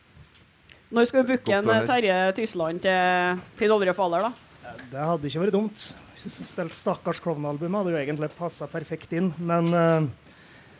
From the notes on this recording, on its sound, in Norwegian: Tonspod live på Tons of Rock 2018.